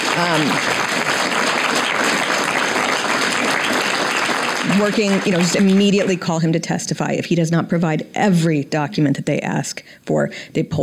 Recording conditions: live audience